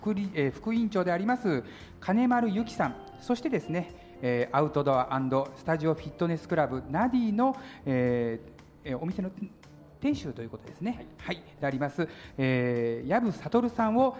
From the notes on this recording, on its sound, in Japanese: 公開収録。1000KITA（千本北大路）で開催された平成28年度「第2回センキタフェスタ」～センキタで北区の魅力を再発見～でRADIO MIX KYOTO 公開生放送＆番組制作ワークショップ（地域防災）を実施しました！サテライトスタジオ（千本北大路 1000KITA STUDIO）。